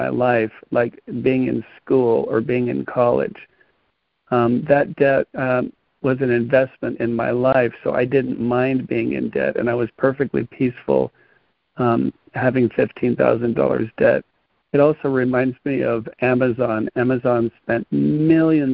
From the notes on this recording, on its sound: ACIM Daily Conference Call